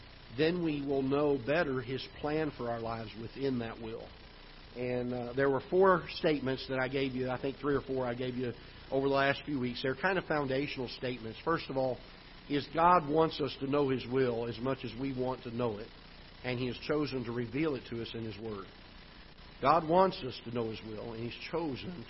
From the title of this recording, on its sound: Ketha Heights Baptist Church ~ Live Broadcast